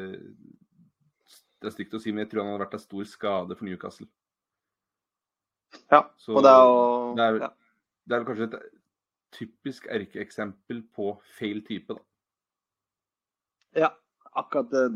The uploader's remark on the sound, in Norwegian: Mye tekniske problemer med denne